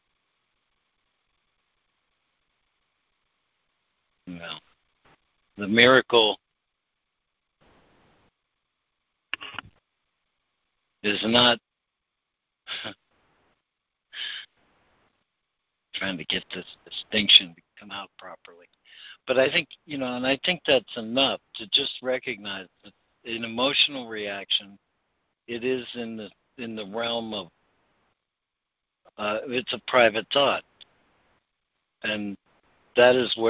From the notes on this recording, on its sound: ACIM Daily Conference Call.